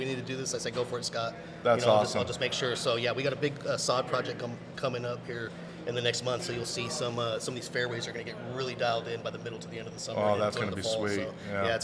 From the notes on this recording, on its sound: Recorded at Golf Club at Sunrise